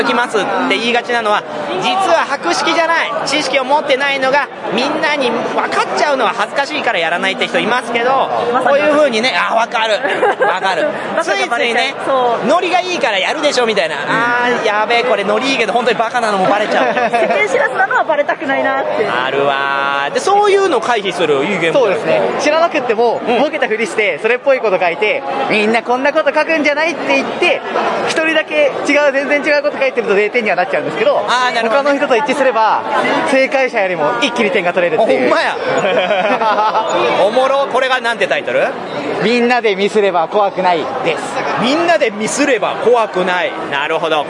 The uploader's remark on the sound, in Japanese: 会場インタビュー＆懇親会。会場収録のため、騒音雑音が激しく入っております。